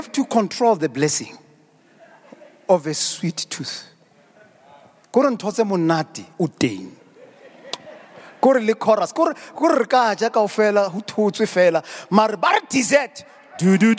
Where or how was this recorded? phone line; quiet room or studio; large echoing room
large echoing room